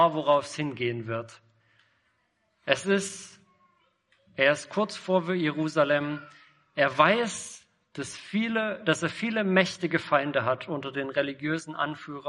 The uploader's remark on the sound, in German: Predigt im Rahmen des GreifBar+ Gottesdienstes